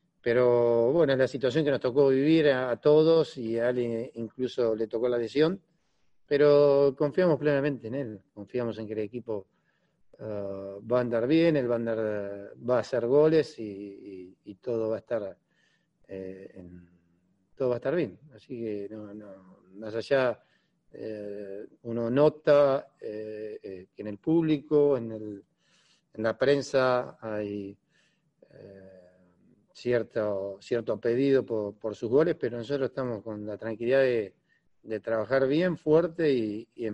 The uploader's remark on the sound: LA Galaxy Press Call. LA Galaxy Media Conference Call.